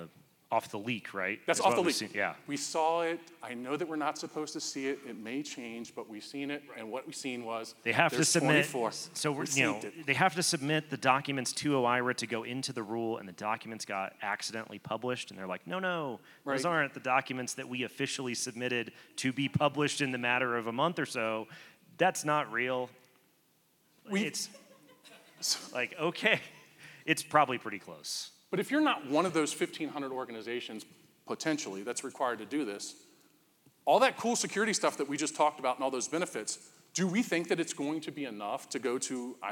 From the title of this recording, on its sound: Live at CS2 Denver